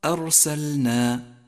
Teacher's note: احذر من تكرر حرف الراء من قوله تعالى: كما أرسلنا، فتكررها خطأ شائع